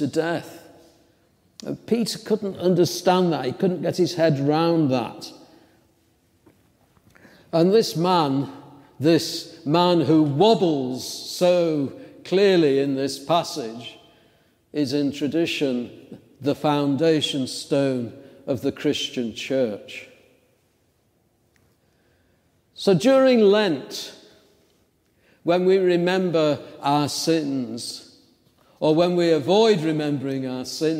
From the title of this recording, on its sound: St. Andrew's Psalter Lane Church Second Sunday in Lent 10:30am service